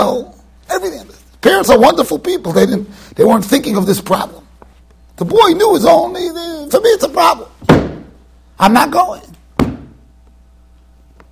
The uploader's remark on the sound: Shiur recorded in Yeshivas Ohr Reuven, Monsey NY.